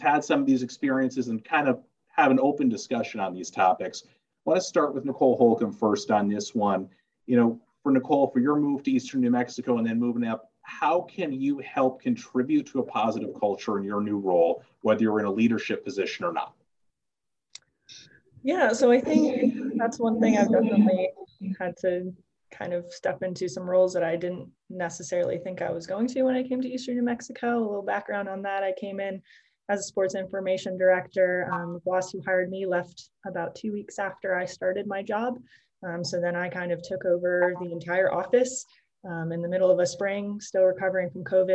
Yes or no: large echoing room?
no